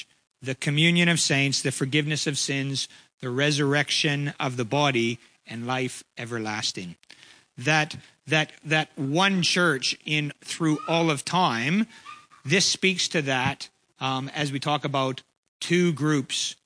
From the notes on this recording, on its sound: Preached on 12/11/23 at Ngaruawahia